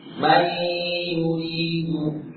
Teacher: nunnya hilang, zatnya tidak lagi kita baca man, namun sudah lebur. Mai, namun masih ada mona. · Term: idgham bi ghunnah